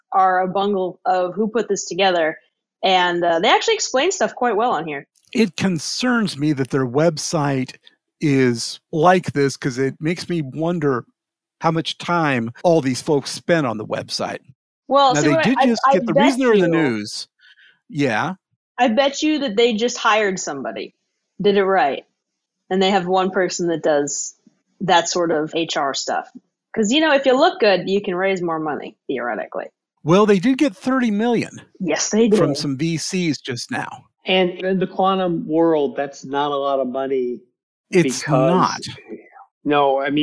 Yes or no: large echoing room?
no